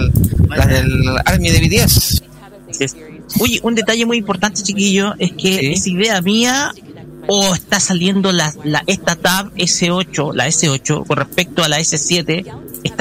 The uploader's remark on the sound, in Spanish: En esta edición especial, el equipo de Tecnomood estuvo presente cubriendo en vivo el lanzamiento de la nueva línea de teléfonos Samsung Galaxy S22 y las nuevas tablets Galaxy S8.